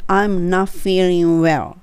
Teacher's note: I'm not の t っていうのは落としたらいいですね